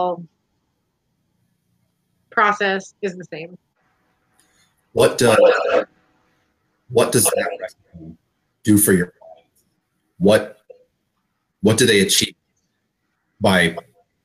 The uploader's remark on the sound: The audio may be a little choppy.